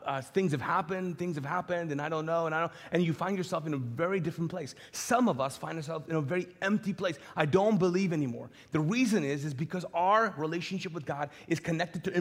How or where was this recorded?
large echoing room